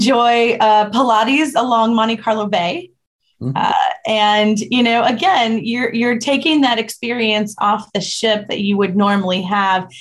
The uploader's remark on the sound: In this panel from our Virtual Roadshow series.